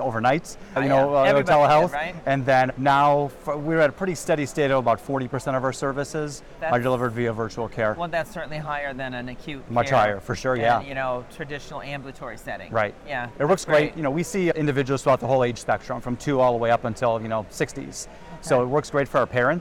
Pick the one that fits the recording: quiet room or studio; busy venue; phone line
busy venue